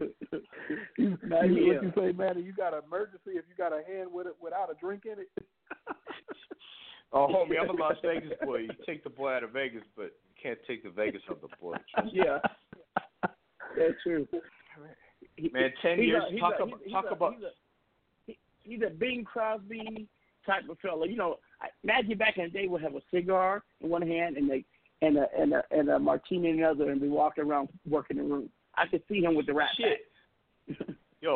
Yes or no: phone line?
yes